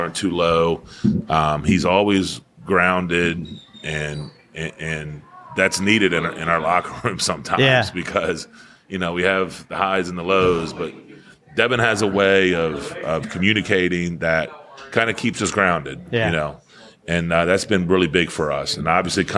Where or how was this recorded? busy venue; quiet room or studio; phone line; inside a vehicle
busy venue